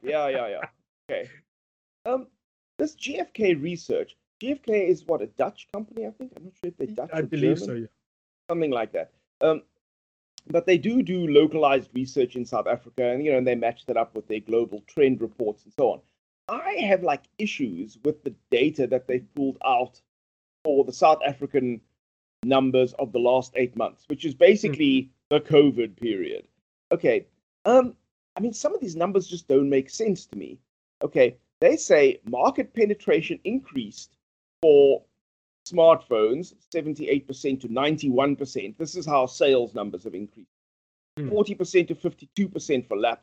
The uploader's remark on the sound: Recorded via Skype